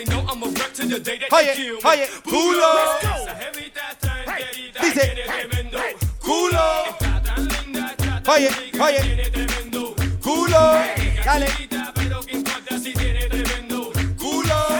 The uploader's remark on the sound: My Bday bash live set at Bristol Thekla.